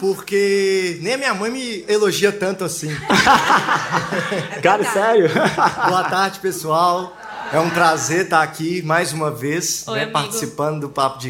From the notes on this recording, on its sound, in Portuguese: Especial Edição Arena. Com um público incrível!